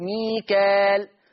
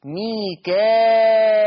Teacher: فيقرأ ورش بهمزة مكسورة بعد الألف المادية · Shown in: second take · فتصير مد متصل.